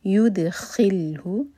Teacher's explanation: دال پر سکون ہے، دال پر قلقلہ کیا جائے گا